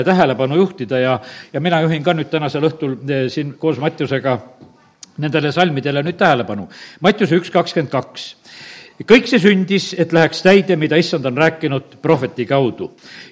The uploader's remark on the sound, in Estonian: Audio salvestus koosolekult